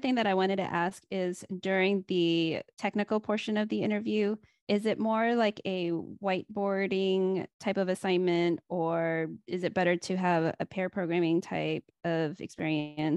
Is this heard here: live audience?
no